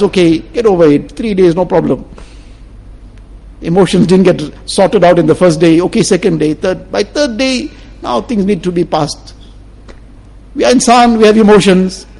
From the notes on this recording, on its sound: Jumua lecture.